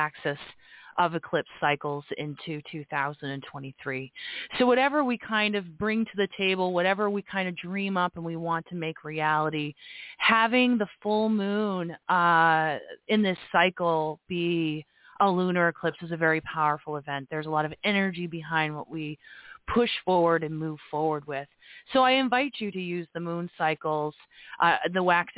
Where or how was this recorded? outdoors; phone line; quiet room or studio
phone line